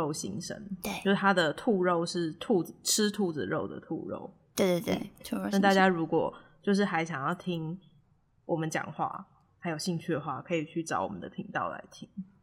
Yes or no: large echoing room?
no